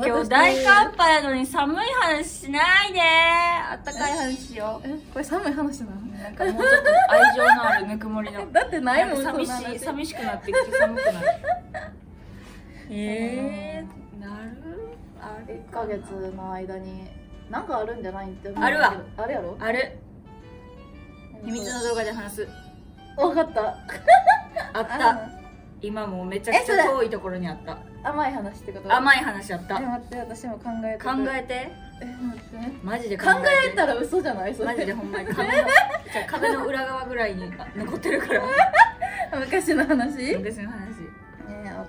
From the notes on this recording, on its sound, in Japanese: 公開収録